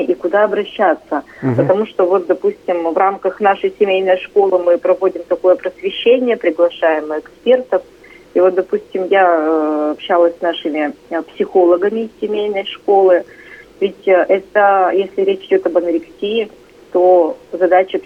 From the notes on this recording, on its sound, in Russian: Гости эфира на радио "Комсомольская правда". На связи со студией по телефону.